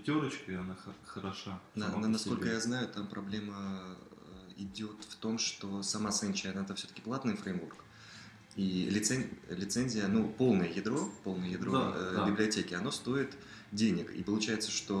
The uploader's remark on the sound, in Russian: Приношу свои извинения за столь долгий релиз и низкое качество записи — это мой первый опыт в записи и работе со звуком.